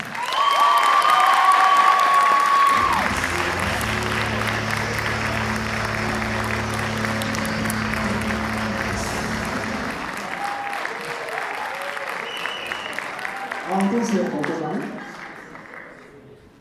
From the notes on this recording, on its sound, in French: Conférence TGS Springbreak 2017 : Inauguration. L'édition 2017 du TGS Springbreak vient de se terminer, et donc voici la petite flopée de conférences enregistré durant ce petit week end. L'inauguration de la convention qui à eu lieu le samedi matin.